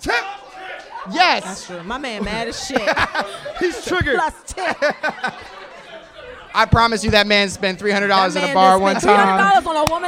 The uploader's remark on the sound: Live From New York City. Live at Caroline's in New York City. Live Podcast.